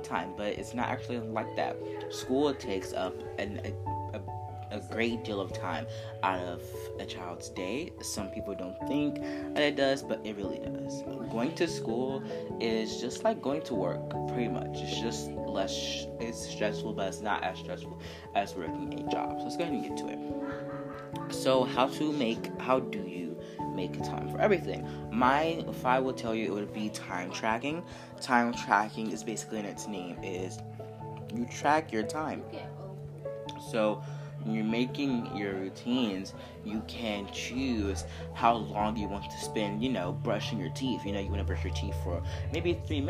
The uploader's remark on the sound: please excuse the unnecessary background noise